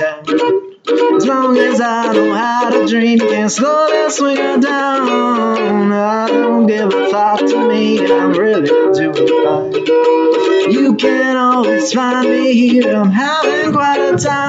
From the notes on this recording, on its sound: Recorded outside on a laptop microphone. Very low audio quality, but fun.